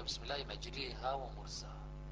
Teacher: عندنا فيها إمالة واحدة أحسنت وهي إمالة محضة